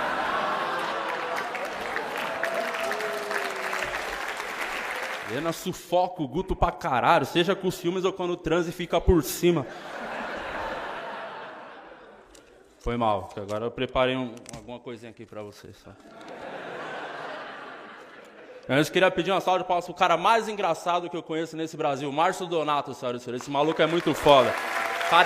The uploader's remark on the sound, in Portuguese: Show gravado no Teatro Gazeta.